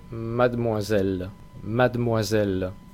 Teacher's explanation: La E de la sílaba interior, después de la D, esa E normalmente no se pronuncia.